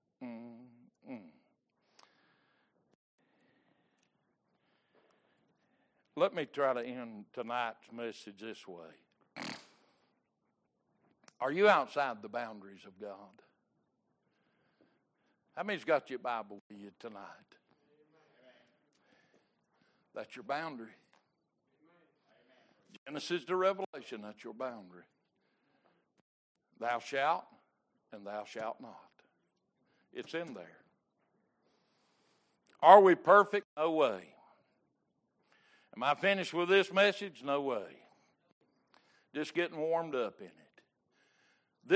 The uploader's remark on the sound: Wednesday Evening Service